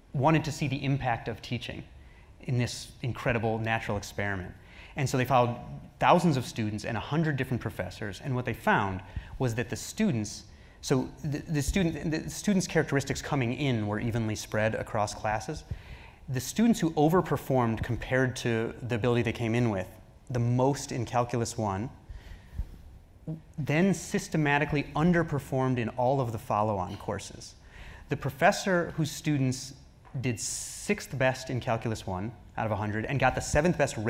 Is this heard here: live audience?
yes